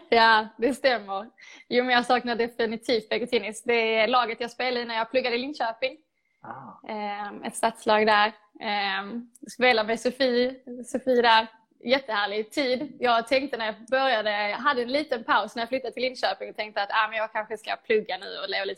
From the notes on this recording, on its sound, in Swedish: Supporterhuset Live via Instagram